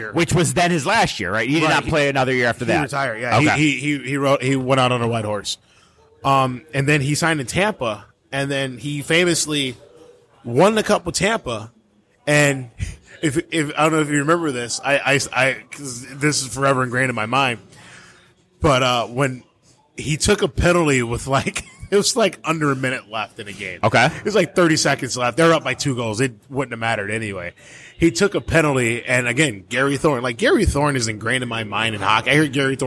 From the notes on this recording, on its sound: Live from Buffalo Wild Wings.